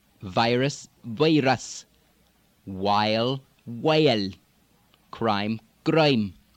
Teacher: The I, ow, oi. The long I, because of the way the lips are pursed forward, it's almost going to become oi.